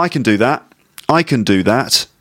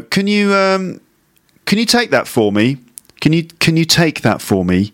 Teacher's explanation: So the issue of the weak form of can with a schwa sound